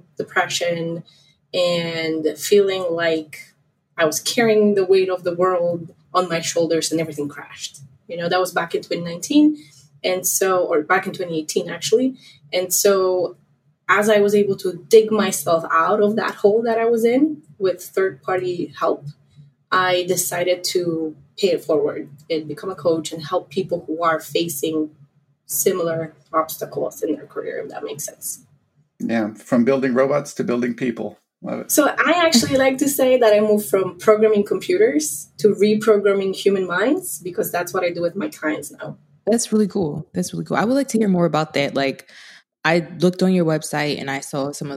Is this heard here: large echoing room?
no